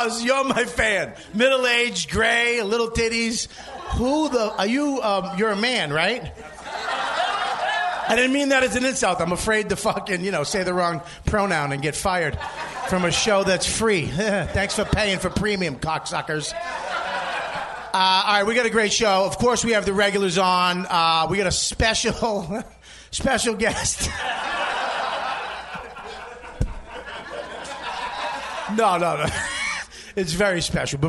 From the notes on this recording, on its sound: Live from Skankfest. We get right into it in front of a LIVE audience at The Creek and The Cave with Skanks everywhere!